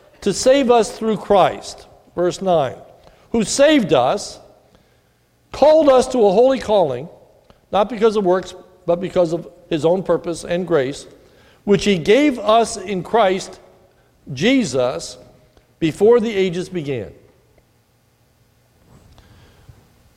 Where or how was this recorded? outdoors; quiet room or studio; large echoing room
large echoing room